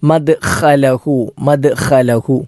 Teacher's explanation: ഐന് പോലെ തന്നെ ഐന് തൊണ്ടയുടെ മധ്യഭാഗത്ത് നിന്നാണെങ്കിൽ ഖ എന്ന അക്ഷരം തൊണ്ടയുടെ ഏറ്റവും മുകളിൽ നിന്നാണ് പുറപ്പെടേണ്ടത്. ഖ എന്നുച്ചരിക്കുമ്പോൾ തൊണ്ടയുടെ ഏറ്റവും മുകൾ ഭാഗത്തൊരു ജെർക്കിങ് നമുക്ക് അനുഭവപ്പെടും.